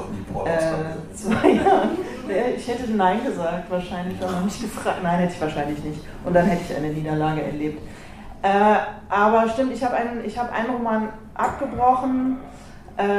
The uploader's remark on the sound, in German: Wir feiern hundert Folgen „sexy & bodenständig“ mit der Live-Aufnahme unseres Jubiläums-Podcasts in der Lettrétage in Berlin-Mitte.